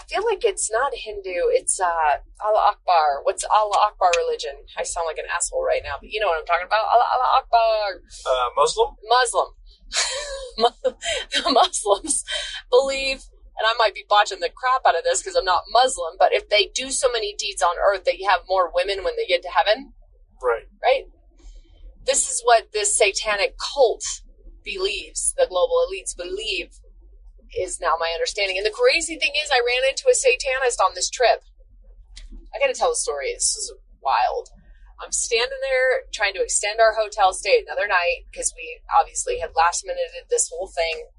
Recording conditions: inside a vehicle